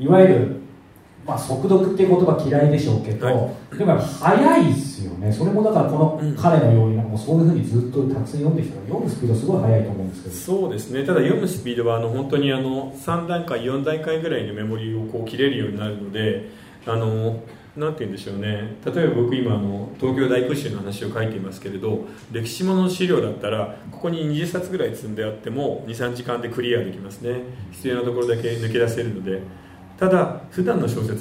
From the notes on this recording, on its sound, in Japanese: 1月公開収録。